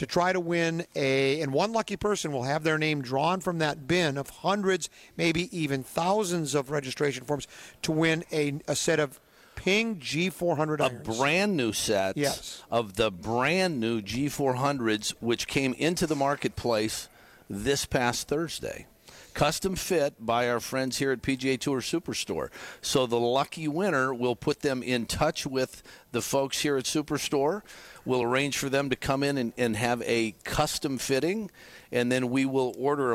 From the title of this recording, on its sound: Live From PGA TOUR Superstore